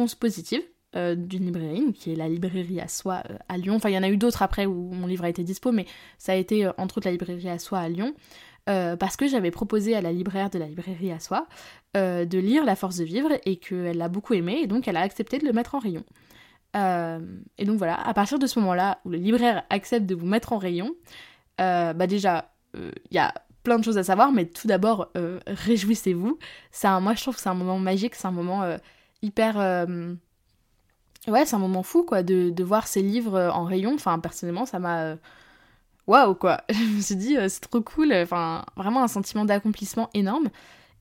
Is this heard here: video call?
no